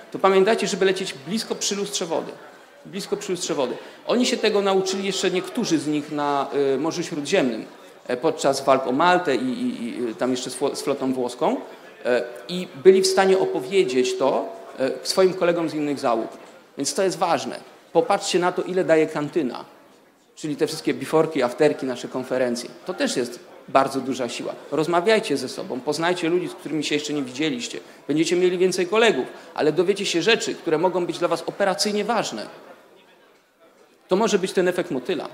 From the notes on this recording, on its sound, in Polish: Prezentujemy nagrania prelekcji z tegorocznego Weekendu Kapitalizmu, który w dniach 8-10 października w Warszawie zgromadził ponad 300 sympatyków radykalnej wolności - w tym przedsiębiorców, polityków, dziennikarzy, studentów, artystów i aktywistów.